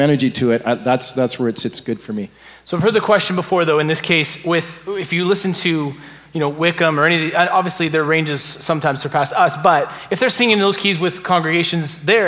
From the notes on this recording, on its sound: take questions at the Behold Him Worship Conference that was held on October 21st, 2023